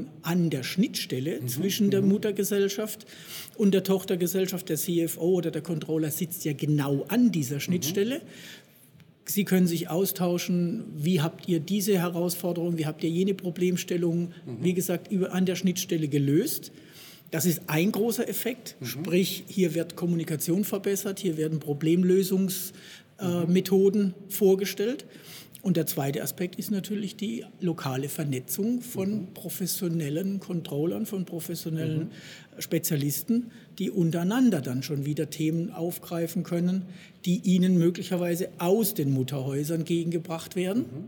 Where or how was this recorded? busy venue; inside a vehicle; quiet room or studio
busy venue